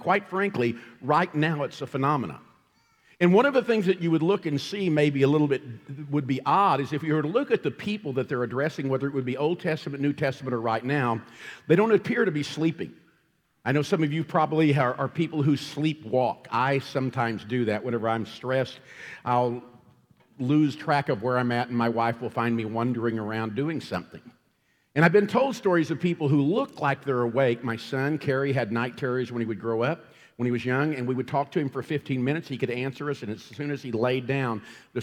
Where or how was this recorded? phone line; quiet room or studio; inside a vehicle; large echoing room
large echoing room